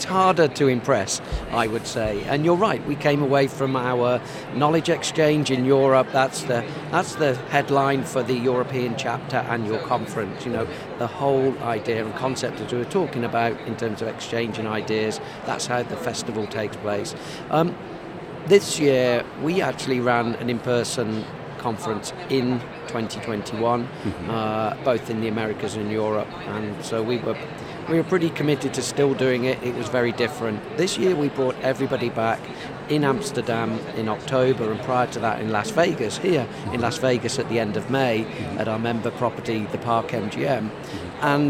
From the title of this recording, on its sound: Live from #IMEXAmerica